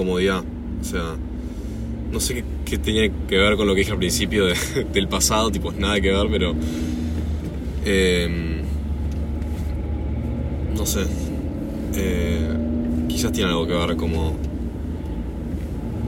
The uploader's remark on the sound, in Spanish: Hablando en el auto. Entre bocinas, balizas y una mala calidad de audio grabo un podcast en el auto.